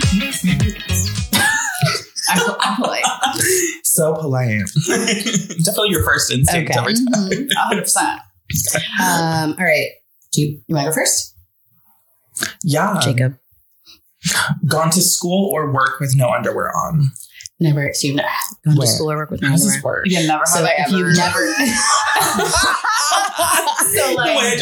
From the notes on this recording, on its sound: Apologies in advance for the echo-y audio...we're learning over here.